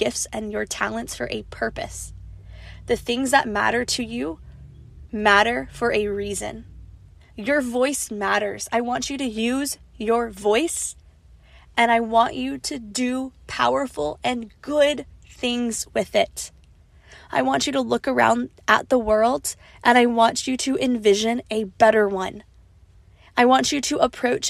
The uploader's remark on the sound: This episode is unedited, raw, and incredibly vulnerable. Recorded on a voice memo on her iPhone, sitting in her car, in the parking lot outside the school.